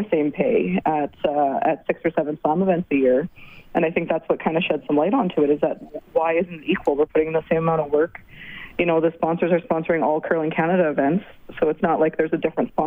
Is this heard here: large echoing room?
no